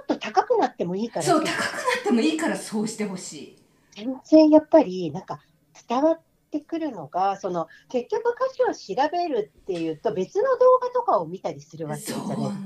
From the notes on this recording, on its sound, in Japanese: リモートでの収録となっているため、聴きにくい箇所があるかもしれませんが、ご了承いただければ幸いです。